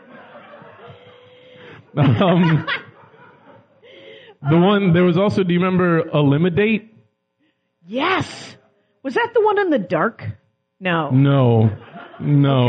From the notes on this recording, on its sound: We’re live in NYC.